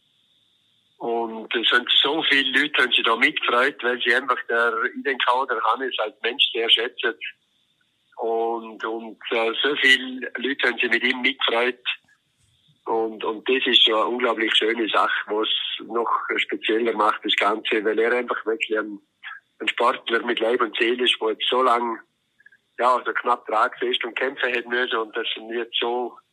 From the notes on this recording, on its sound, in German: VOL.AT-Telefoninterview.